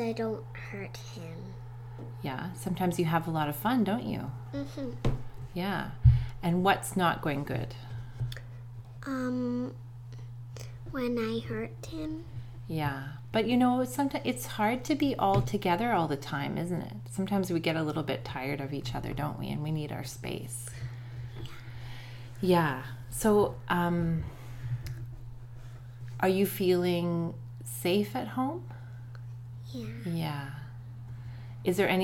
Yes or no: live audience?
no